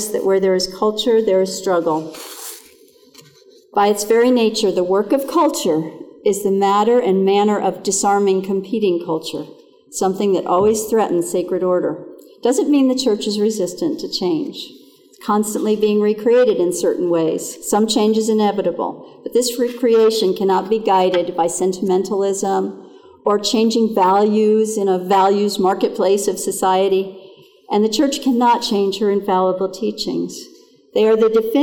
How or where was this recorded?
live audience